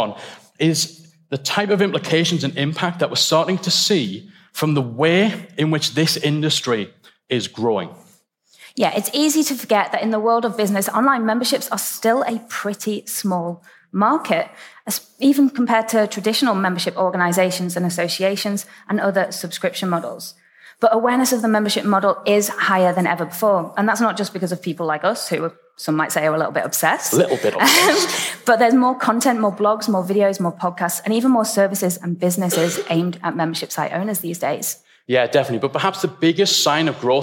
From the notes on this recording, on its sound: The State of the Membership Industry - Retain Live Keynote. You’ll get to listen in to the opening keynote from our very first conference ‘Retain Live 2019.’. It was an incredible event with some phenomenal speakers gracing the stage eager to share their expertise and insights with the audience.